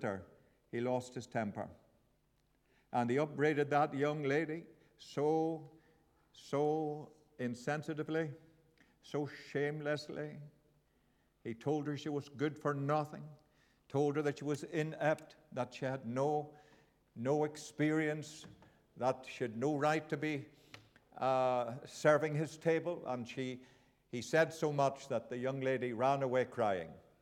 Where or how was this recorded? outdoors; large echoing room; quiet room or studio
large echoing room